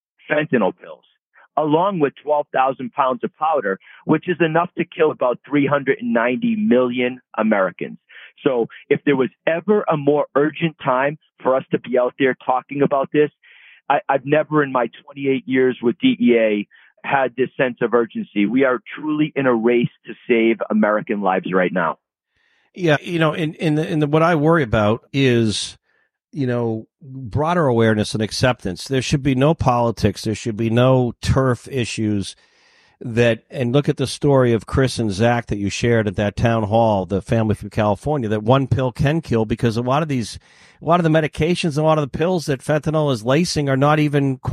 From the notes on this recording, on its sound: called into GMNH from Las Vegas amidst the buzz of the big game on Sunday